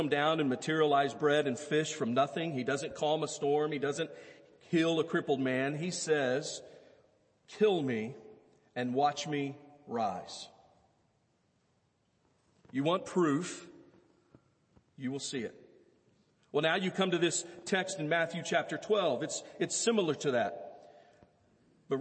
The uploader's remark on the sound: Easter Service First Baptist Belton Texas Sunday morning sermon